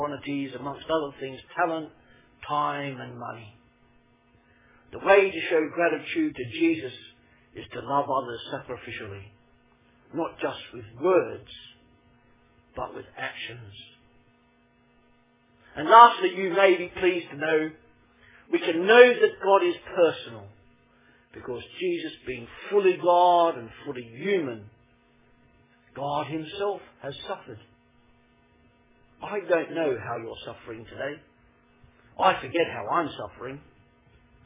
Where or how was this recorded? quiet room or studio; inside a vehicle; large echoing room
large echoing room